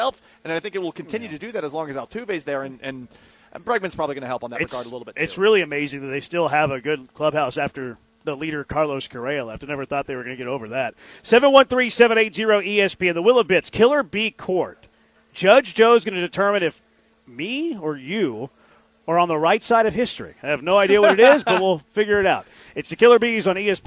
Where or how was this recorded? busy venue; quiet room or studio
busy venue